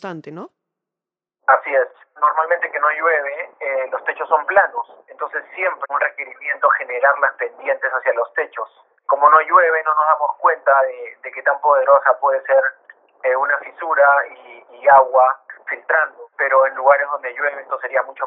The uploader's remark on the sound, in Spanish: Esta entrevista fue grabada de manera remota por teléfono.